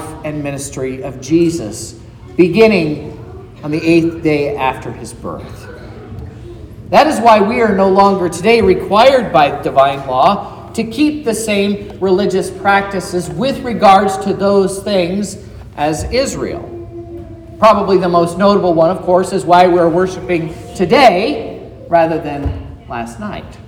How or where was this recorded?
large echoing room